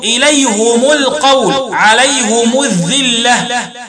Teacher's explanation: قرأ الباقون بكسر الهاء وضم الميم وصلا · واحد، قرأ حمزة والكسائي ويعقوب وخلف العاشر بضم الهاء والميم وصلا